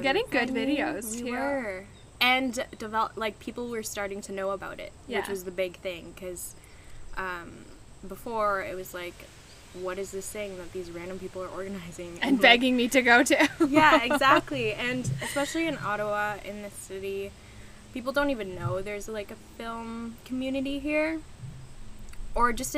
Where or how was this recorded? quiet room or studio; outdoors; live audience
outdoors